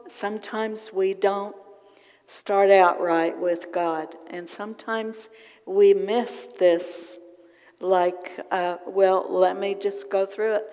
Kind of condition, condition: setting, large echoing room